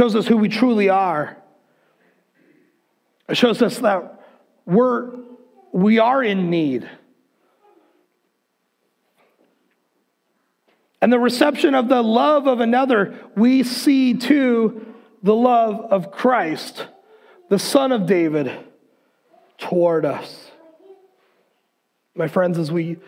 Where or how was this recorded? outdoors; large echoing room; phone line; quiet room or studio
large echoing room